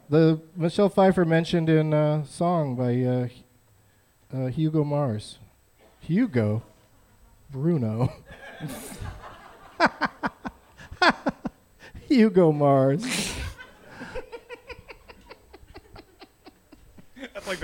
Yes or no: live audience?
yes